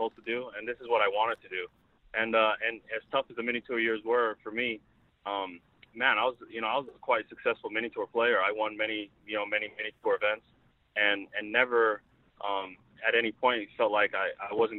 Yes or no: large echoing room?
no